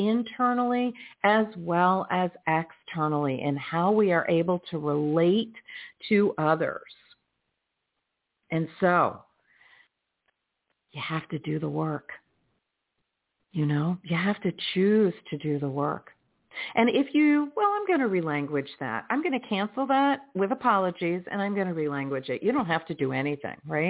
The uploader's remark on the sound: in response to callers' questions